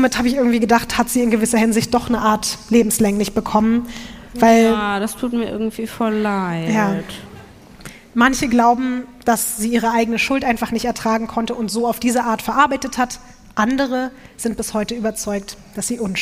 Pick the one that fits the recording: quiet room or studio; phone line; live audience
live audience